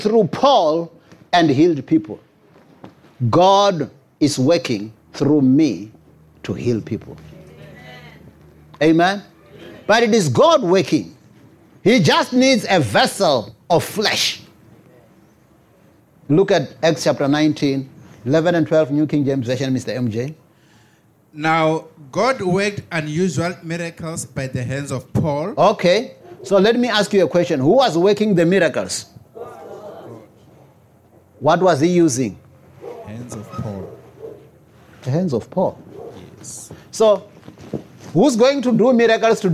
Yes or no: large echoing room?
yes